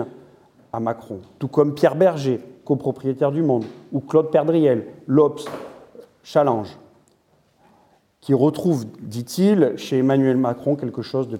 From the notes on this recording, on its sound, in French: Le 24 novembre 2022 à Paris, Acrimed organisait une conférence